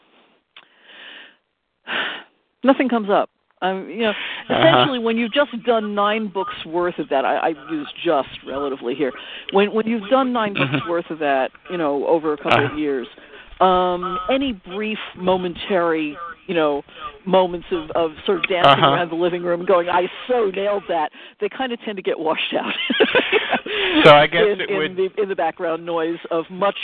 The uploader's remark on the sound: Live interview. Will phone.